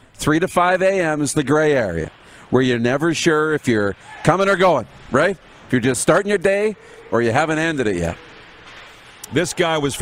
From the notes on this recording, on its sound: We are LIVE from the city of Estevan, Saskatchewan for the 2022 CJHL Centennial Cup Junior Hockey Championship!